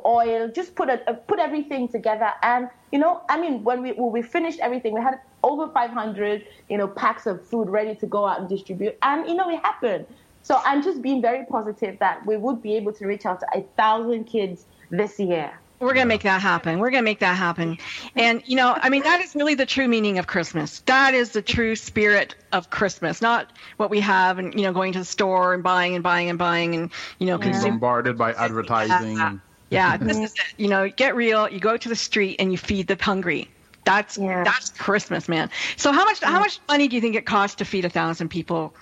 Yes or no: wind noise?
no